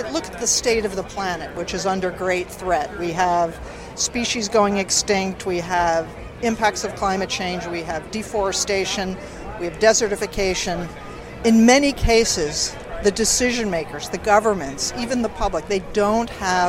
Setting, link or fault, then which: setting, busy venue